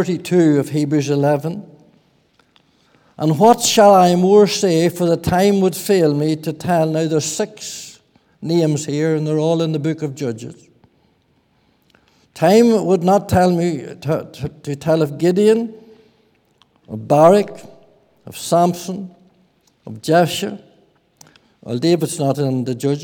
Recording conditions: large echoing room